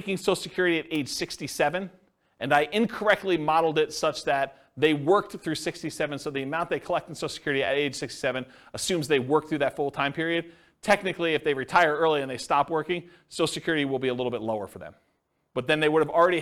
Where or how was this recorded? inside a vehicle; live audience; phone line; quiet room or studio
live audience